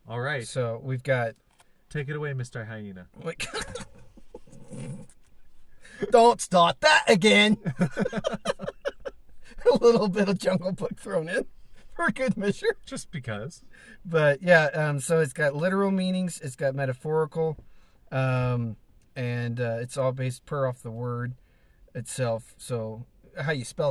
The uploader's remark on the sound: car in Southern Idaho's Mountains